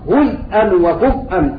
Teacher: يقرأ بسكون الفاء والزاي وهمزة خالصة هزءا وكفءا في حال الوصل